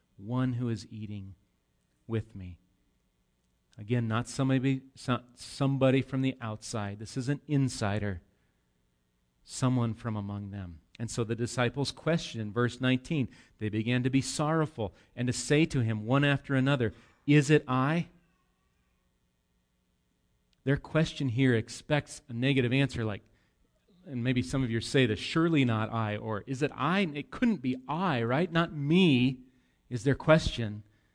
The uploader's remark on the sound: Recorded live at Bethany Bible Church on 8/19/18.